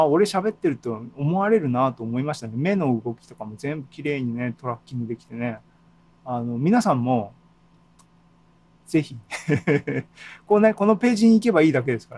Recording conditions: video call